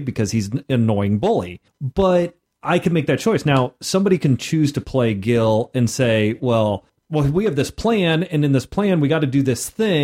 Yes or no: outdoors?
no